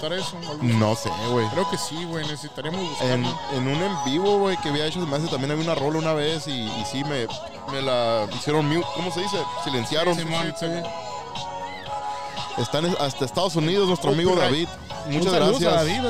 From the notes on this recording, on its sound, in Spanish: Cotorreo en vivo al aire libre en la fecha de Halloween regalando ducles a los niños